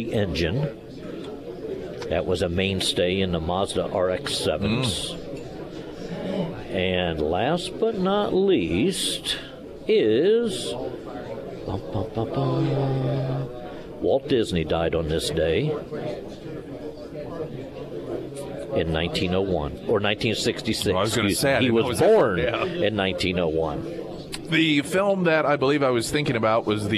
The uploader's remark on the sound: live at Scramblers Diner